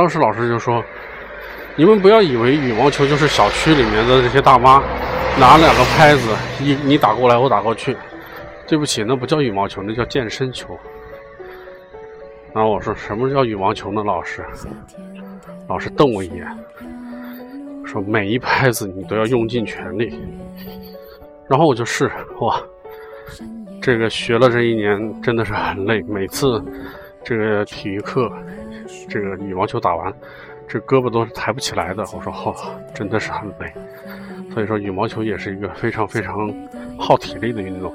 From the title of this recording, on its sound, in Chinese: 户外录音